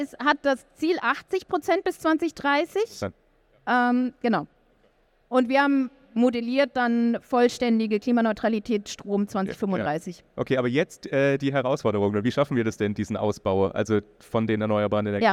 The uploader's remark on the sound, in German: Auf der Bühne bei der E-World. Danke an euch Alle, die mit uns auf der E-World live dabei wart.